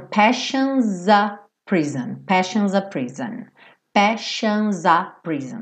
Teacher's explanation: Passion, esses dois S vão ter esse som, xaxaxa. Ou SH